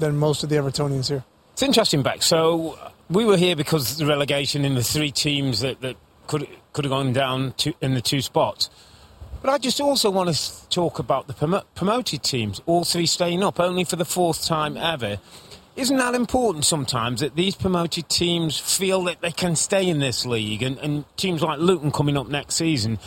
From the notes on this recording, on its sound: Championship Sunday Live From Goodison Park.